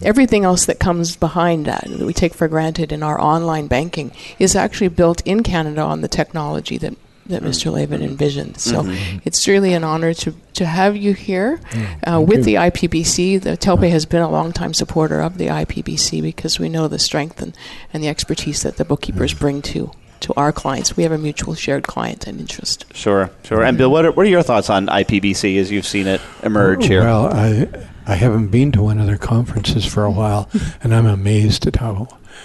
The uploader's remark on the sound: Live Broadcast at the The IPBC IGNITE Conference.